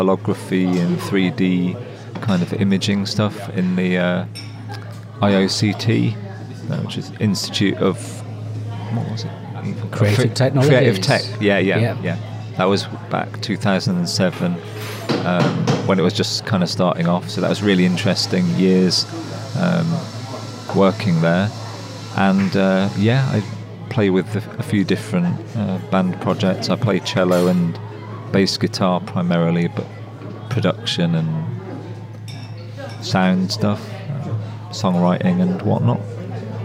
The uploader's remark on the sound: At Leicester’s Phoenix Arts Centre. The Phoenix, known for its support of artistic innovation, served as a fitting venue. Recorded in the café area amidst the sounds of daily life.